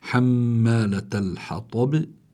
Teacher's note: فلا بد من إظهار القلقلة، ولأنها عند الوقف فبتكون القلقلة أقوى